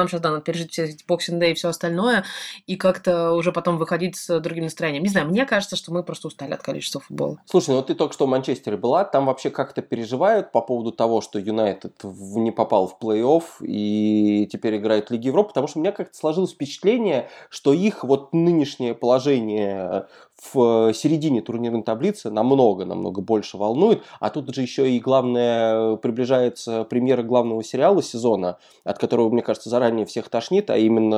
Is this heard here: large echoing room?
no